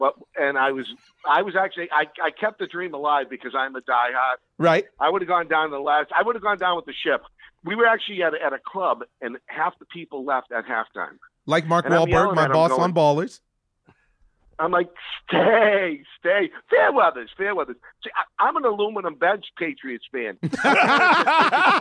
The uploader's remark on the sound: the guys take some listener's calls